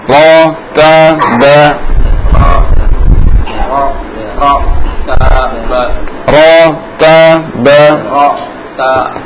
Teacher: tebal itu bukan dibanyakkan getarannya, bukan maksudnya. Tapi dinaikkan pangkal lidahnya. Dinaikkan sedikit. · Term: Ro-nya kurang tebal